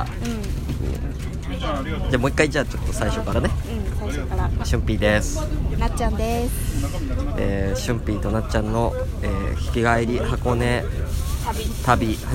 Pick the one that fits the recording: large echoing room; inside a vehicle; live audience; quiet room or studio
inside a vehicle